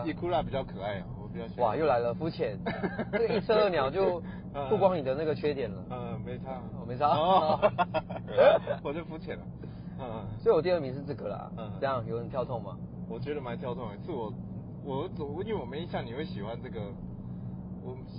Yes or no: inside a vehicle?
yes